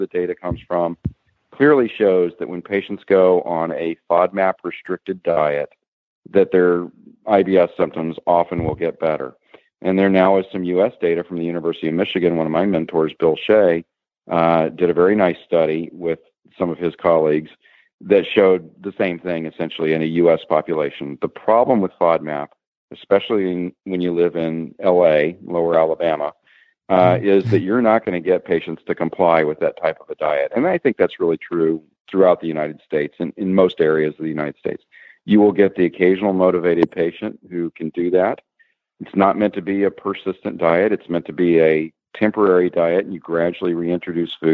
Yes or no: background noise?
no